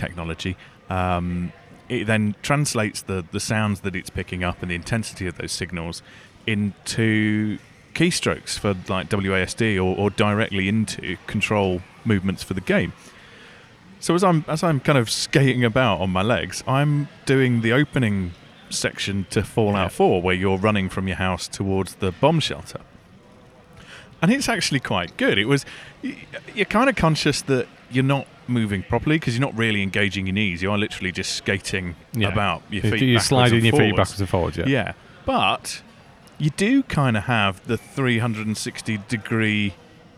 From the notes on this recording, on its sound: In September we headed to sunny Birmingham to take in the sights and sounds of the NEC… well, EGX 2016 at least. Being vaguely prepared, we took mics and recording equipment so that we could capture our thoughts and feelings during the day, as well as grab some interviews with any interesting people we bumped into. Strange time-travelling editing techniques that make it sound like we actually did things in a sensible order.